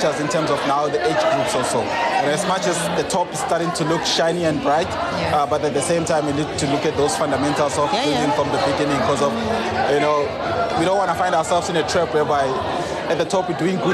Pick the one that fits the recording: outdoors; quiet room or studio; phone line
outdoors